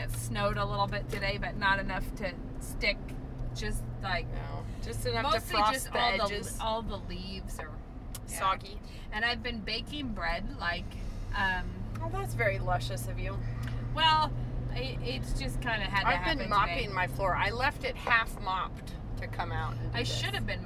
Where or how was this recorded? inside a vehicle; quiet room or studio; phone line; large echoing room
inside a vehicle